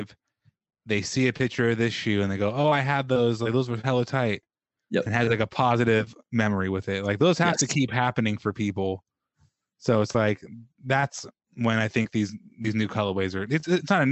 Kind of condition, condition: link, video call